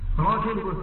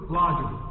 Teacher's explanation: الثالثة اللدغة راء، واللدغة في الراء فيها أربع لدغات، بعضهم بيقول عنها لام · Shown in: second take